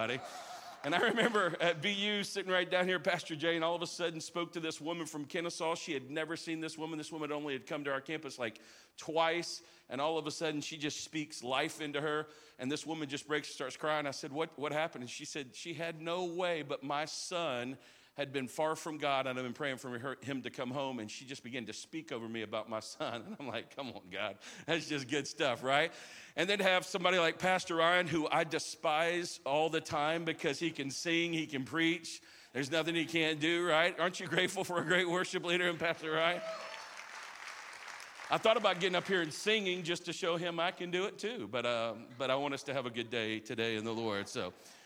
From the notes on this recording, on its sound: live from our 10am service at our Alpharetta campus on Sunday, December 17th!